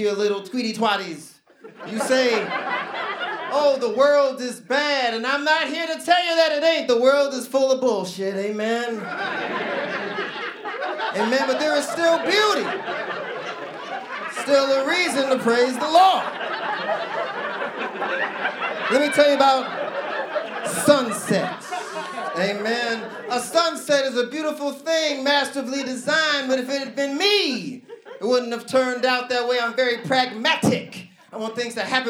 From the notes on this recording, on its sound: Live Recording, Los Angeles. A recording of our live show at Dynasty Typewriter.